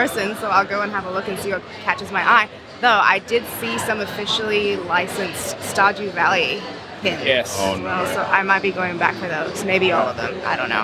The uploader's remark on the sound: live from the floor of PAX Australia 2019